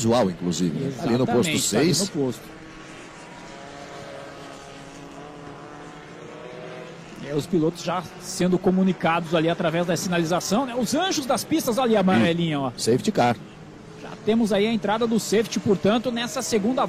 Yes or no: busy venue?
yes